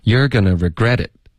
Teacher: You're 和 regret 是重音，OK，要高一点说。